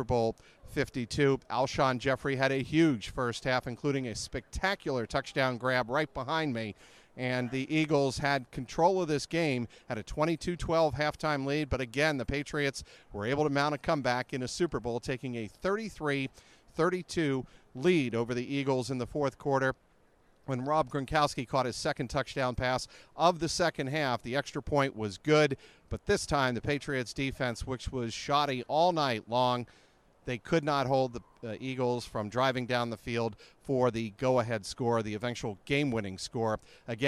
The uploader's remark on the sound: live from the field at US Bank Stadium in Minneapolis